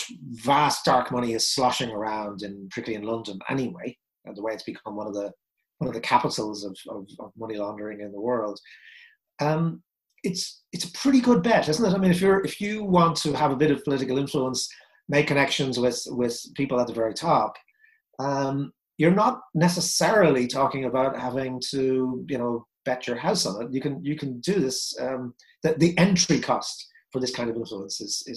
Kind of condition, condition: link, video call